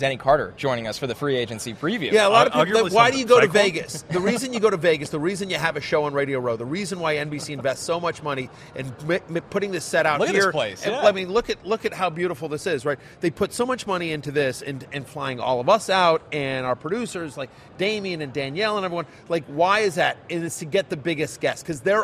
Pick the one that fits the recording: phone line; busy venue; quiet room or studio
busy venue